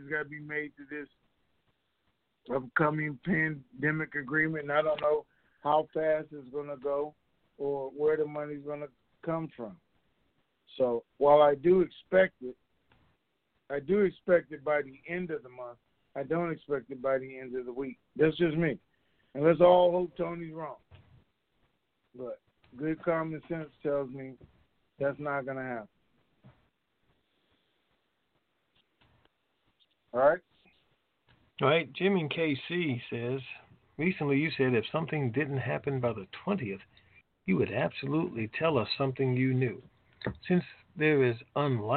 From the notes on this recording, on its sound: TNTSuperfantastic Conference Call